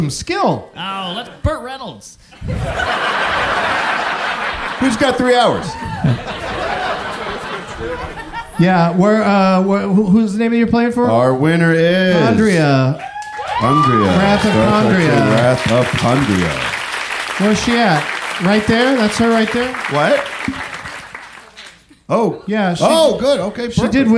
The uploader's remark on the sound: Live from Cap City Comedy Club in Austin.